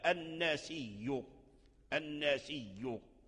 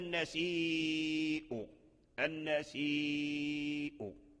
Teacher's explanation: فورش أبدل الهمزة التي هي لام الكلمة، أبدلها ياء، وقبلها ياء المدية، فأدغم الياء في الياء فأصبحت ياء واحدة مشددة · Shown in: first take · الناسي، الناسي.